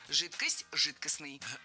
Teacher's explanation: Вариант «жидкостный» является литературной нормой. Ударение исходного существительного «жидкость» в нем сохраняется, но окончание должно быть «ый».